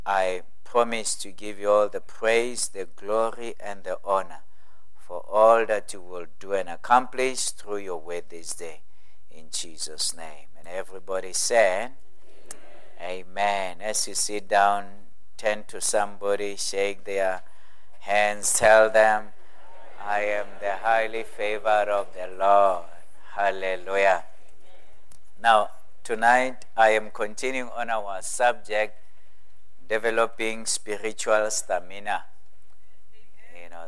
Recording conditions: large echoing room